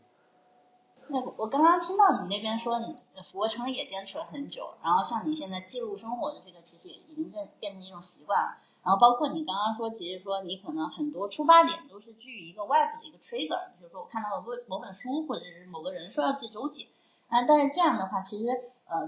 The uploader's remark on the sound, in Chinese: 由于录音上出了点小问题，效果上有所欠缺，还请多多包涵。